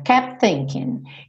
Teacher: Depois do P, quando você fecha pro T, você já tá indo pro TH.